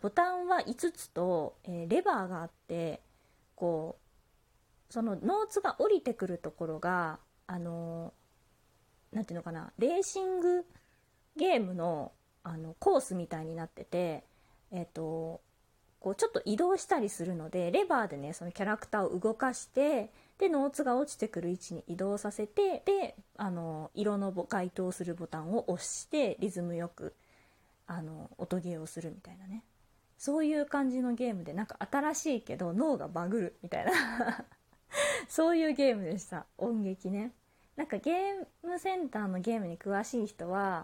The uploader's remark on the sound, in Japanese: 自宅でスマホによる収録のため様々な騒音が収録されています、ご了承ください。キッチンのすみっこで。